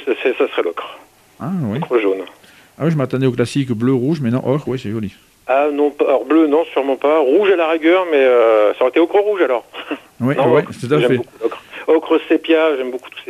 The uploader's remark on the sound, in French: qui reçoit par téléphone le dessinateur